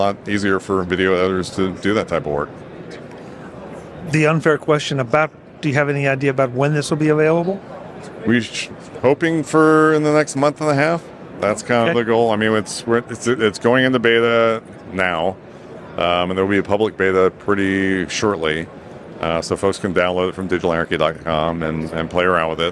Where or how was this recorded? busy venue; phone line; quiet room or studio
busy venue